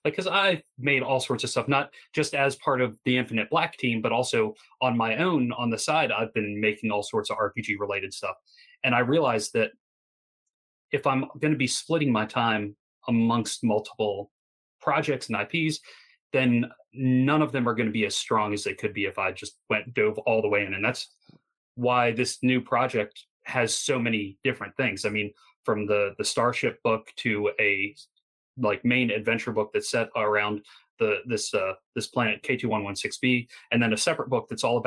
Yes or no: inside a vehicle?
no